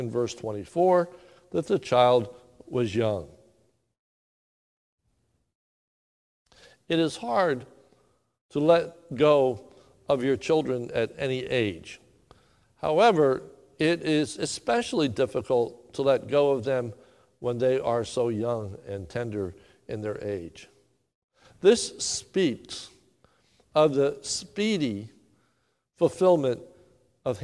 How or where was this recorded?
large echoing room